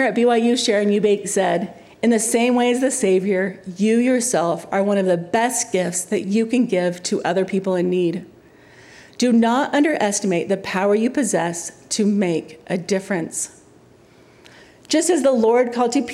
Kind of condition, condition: setting, live audience